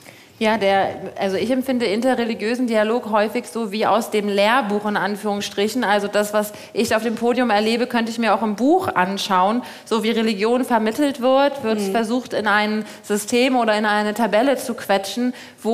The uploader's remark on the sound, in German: Live auf dem Kirchentag in Nürnberg. Diese Folge ist live auf dem Kirchentag aufgenommen. Unsere erste Sendung mit Publikum!